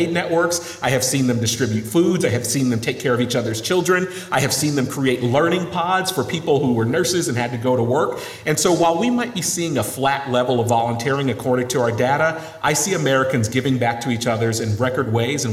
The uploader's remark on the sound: Live at the Social Innovation Summit. Speaking live at the 2022 Social Innovation Summit in Washington, D.C.